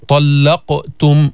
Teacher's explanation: اللام بعد الطاء ليست مفخمة، فلا تفخمها لأجل تفخيم الطاء